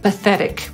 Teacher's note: Amerykanin zmieni tylko jedną rzecz w tym słowie, żeby brzmieć po swojemu, a mianowicie literę T wymówi trochę tak jak D, a trochę tak jak ry